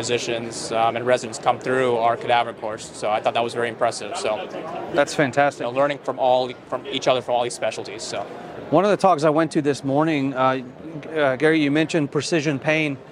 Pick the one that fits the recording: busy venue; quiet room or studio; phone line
busy venue